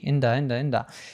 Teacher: she said inda with like a tap D, inda. She could have said into the classroom, but maybe because the is reduced afterwards, she says inda the classroom.